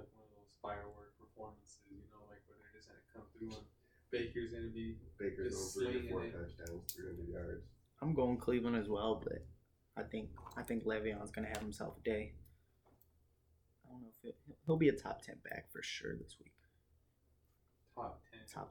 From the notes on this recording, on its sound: Due to a technical difficulty the audio is poor.